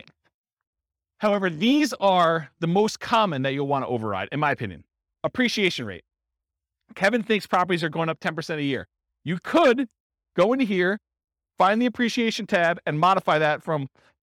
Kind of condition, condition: setting, live audience